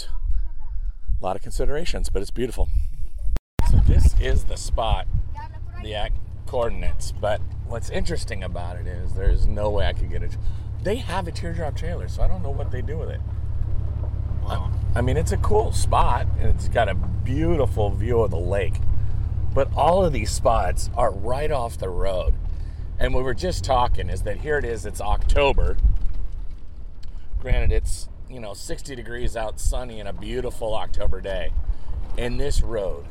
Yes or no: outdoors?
yes